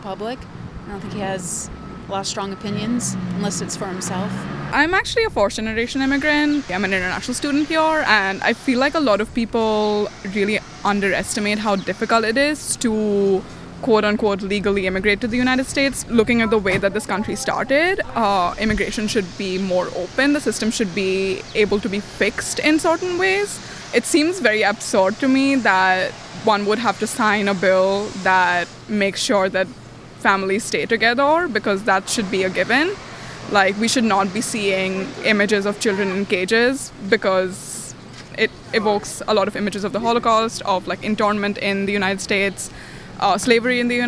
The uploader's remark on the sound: Voices in the Street asks Bloomington residents their opinion. Voices in the Street is produced by WFHB.